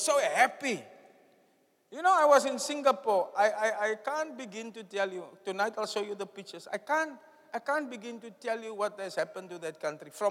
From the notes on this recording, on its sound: Preached at the Zion Sanctuary, Cape Town